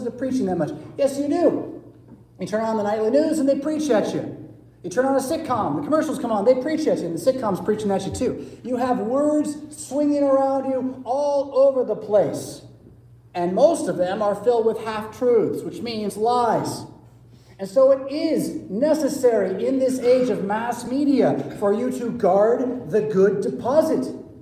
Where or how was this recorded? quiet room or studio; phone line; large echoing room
large echoing room